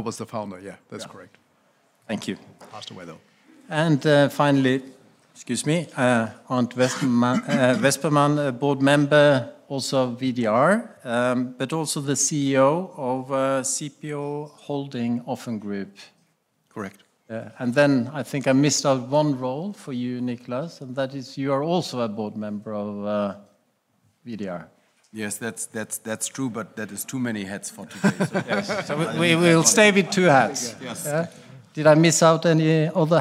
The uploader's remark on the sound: KEYNOTE ROUNDTABLE at the 3rd Annual Capital Link German Maritime Forum, Hamburg. At the Radisson Blu Hotel in Hamburg, Germany.